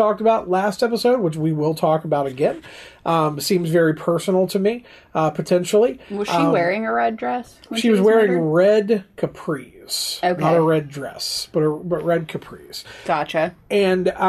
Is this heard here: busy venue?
no